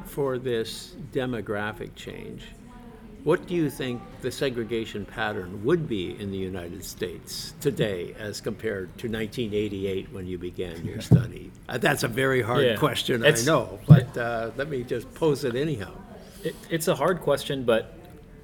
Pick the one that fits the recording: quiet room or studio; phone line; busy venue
busy venue